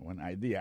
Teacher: accent vient tomber dans la deuxième syllabe, là, one idea.